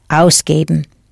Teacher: Hear the accent on the first syllable?